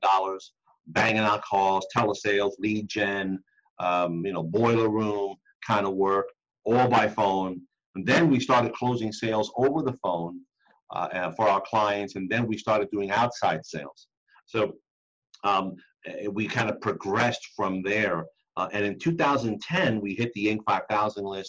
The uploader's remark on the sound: the audio portion of a webinar we did